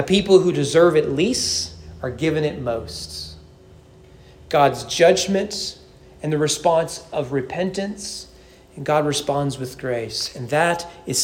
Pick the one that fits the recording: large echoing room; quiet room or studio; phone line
large echoing room